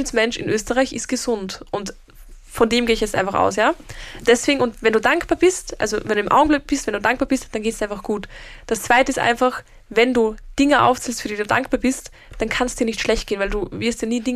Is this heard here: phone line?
no